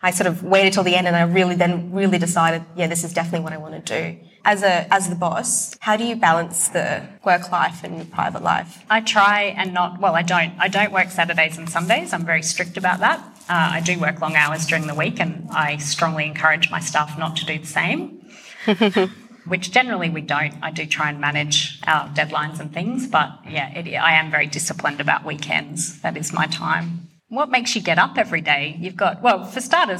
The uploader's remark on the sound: Brisbane Autumn 2021. Live recordings from our much loved Seasonal Salon series.